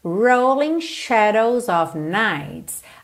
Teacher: aqui em rolling a gente enrola a língua no R, ok? Mesmo sendo inglês britânico, porque esse R está no início da palavra antes da vogal, então a gente não tem mesmo outra possibilidade.